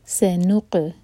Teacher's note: اعوذ باللہ من الشیطان الرجیم، بسم اللہ الرحمن الرحیم، سنقرئک، سین لائٹ س اور وسل والا ساؤنڈ س، سنق قاف پر قلقلہ اور نون پر جو دمہ ہے تب ہمارے ہوٹ گول ہوں گے، لیکن جب قاف پر پہنچیں تو ہوٹوں کو پھیلا لیں